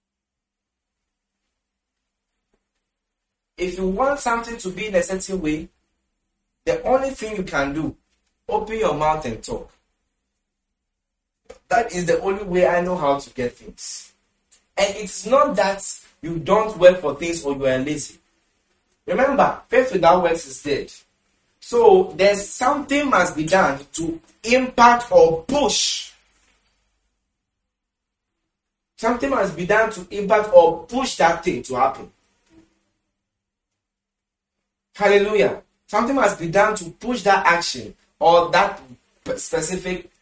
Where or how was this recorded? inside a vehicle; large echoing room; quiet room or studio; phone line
large echoing room